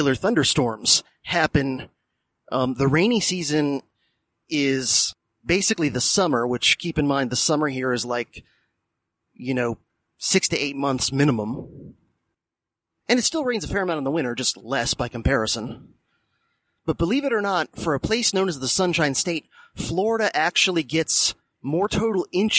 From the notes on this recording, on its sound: Because he just moved (and it'll be a little while before the new home studio/office/Batcave is fully operational). A Silver Bullet Episode (ie, one recorded during his commute to his teaching dayjob).